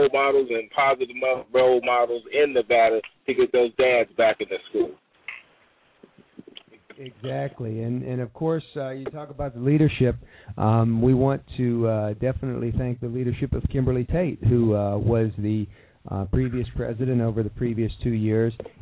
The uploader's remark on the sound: We even got a surprise call-in